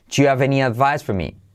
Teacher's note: Salto la H de have